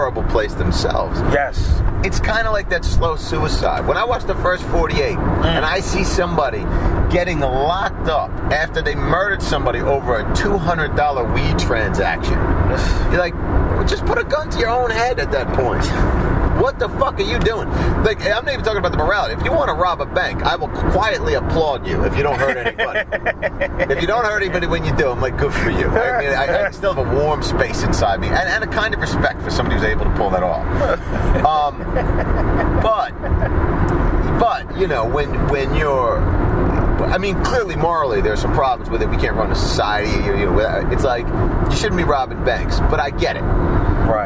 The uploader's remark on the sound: Dropped him off to catch his train on the way out of town. In the car on the way, this conversation took place.